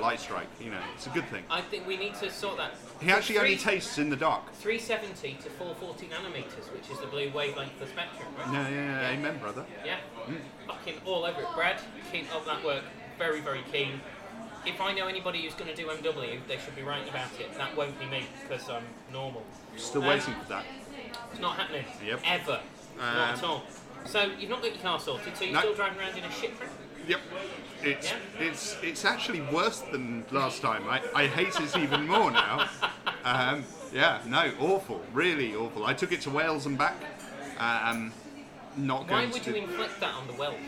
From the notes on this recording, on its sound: To The People's Republic Of Islington they were welcomed, and with huge thanks to The Sampler, allowed to record in situ. In front of a live studio audience.